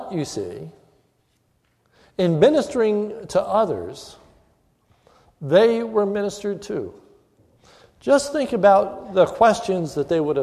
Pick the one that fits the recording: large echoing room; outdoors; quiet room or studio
large echoing room